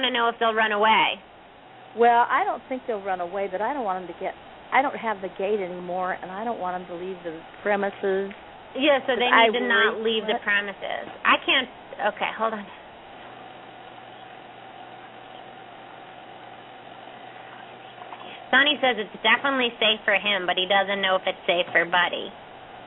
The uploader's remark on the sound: open up the lines for listeners to call